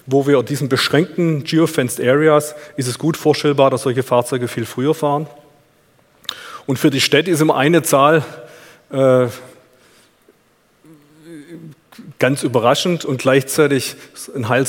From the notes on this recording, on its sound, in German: in seinem Vortrag auf auto motor und sport Kongress 2019